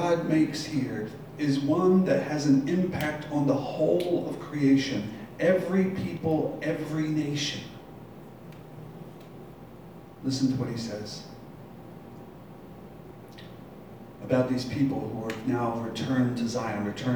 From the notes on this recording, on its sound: Live from Black Cloister Brewing Company.